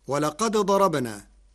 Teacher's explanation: قرأ ورش كلمتي ولقد ضربنا بإدغام الدال الساكنة في الضاد، فهما متقاربان صغير، وحكمه جواز الإدغام.